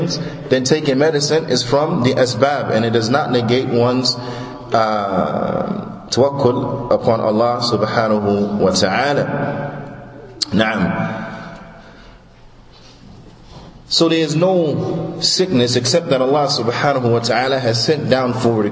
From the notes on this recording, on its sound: Lecture given at Masjid Nur Allah, Queens, NY